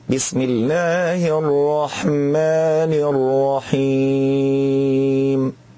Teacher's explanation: خروج حرف الياء المدي من الرحيم عند الوقف من الخيشوم. والصواب أن يخرجه القارئ من الجوف، إن قرأه من الخيشوم تسمعه يقول بسم الله الرحمن الرحيم.